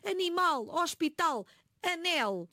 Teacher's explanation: São palavras que têm o acento tónico na última sílaba. · Term: palavras agudas